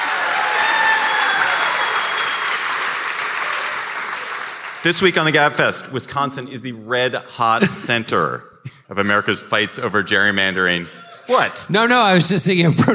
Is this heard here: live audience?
yes